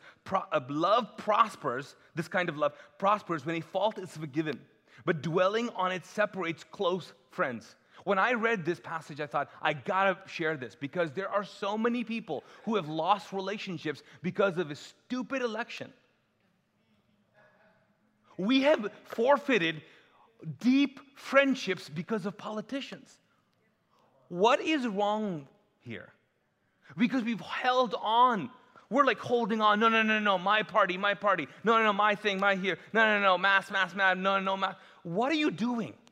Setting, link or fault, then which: setting, large echoing room